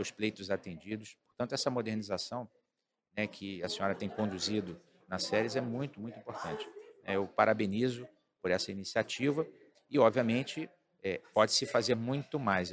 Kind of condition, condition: setting, busy venue